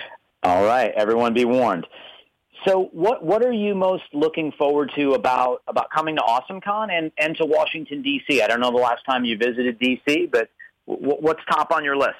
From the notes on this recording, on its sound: a conference call interview